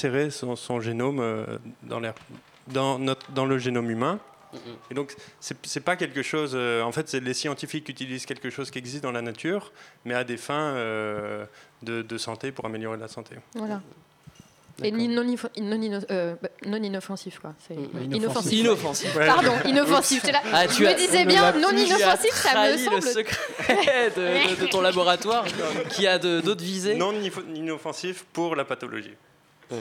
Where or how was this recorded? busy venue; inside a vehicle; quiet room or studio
busy venue